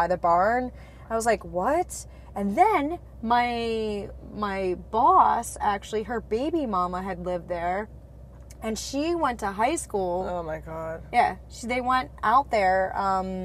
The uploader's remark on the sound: In the car.